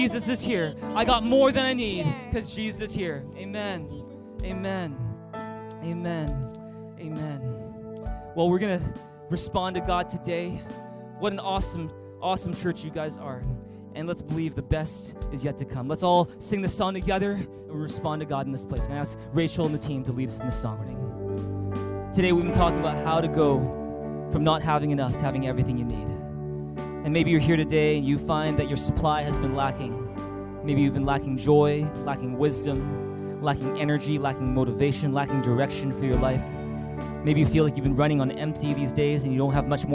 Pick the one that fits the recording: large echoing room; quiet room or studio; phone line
large echoing room